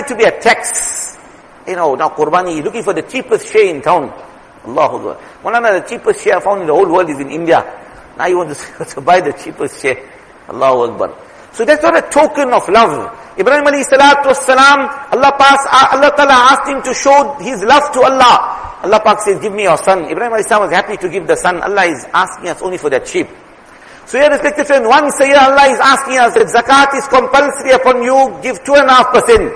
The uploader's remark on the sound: Jumuah lecture